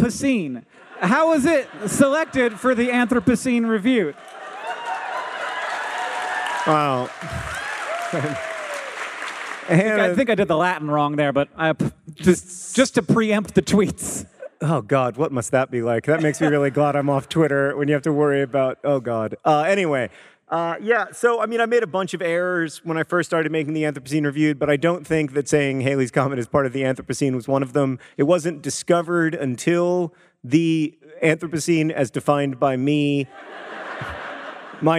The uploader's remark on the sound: Live from Madison, WI!